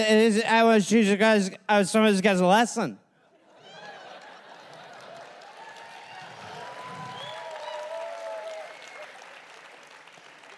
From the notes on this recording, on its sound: Recorded live in San Francisco.